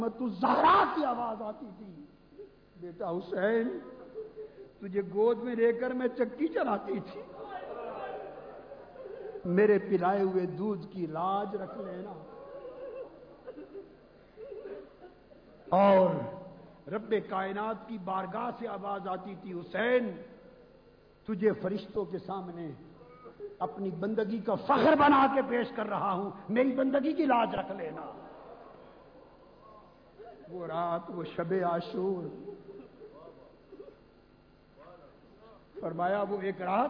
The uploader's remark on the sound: Speech delivered in historical Shahadat-e-Imam Hussain Conference (Jamiat-ul-Muntazar)